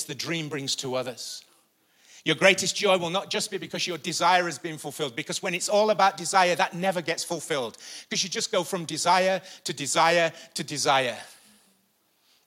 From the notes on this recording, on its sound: Recorded live at the Chesterfield Campus this is the message from the morning service on the 1st September 19